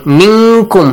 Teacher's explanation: nun sakin plus kaf, hide the sound of minkum. · Term: ikhfa